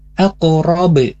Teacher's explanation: Nah di sini kita membacanya dengan qalqalah kubra, yaitu qalqalah yang dibaca pantulannya dengan sempurna